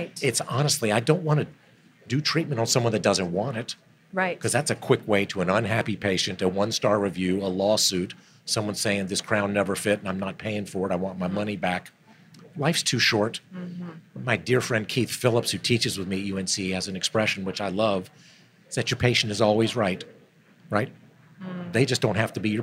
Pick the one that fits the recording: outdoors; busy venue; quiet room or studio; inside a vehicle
busy venue